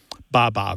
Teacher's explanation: B sound coming off the lip followed by a vowel is also very similar to the first sounds that babies make.